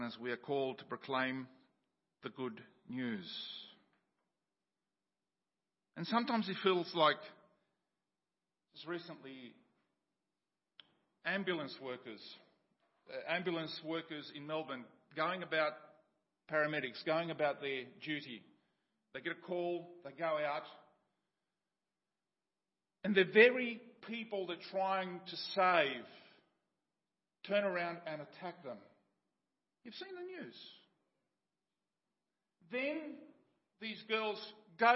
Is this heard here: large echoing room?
yes